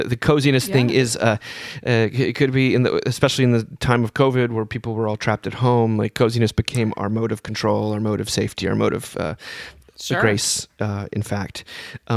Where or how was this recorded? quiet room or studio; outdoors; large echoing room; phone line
quiet room or studio